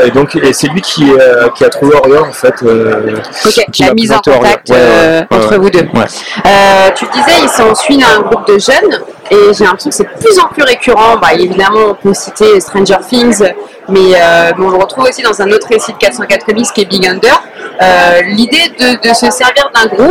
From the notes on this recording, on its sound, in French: Festival International de la BD d’Angoulême 2023. Au Festival de la BD d’Angoulême sur la stand de 404 comics cette année.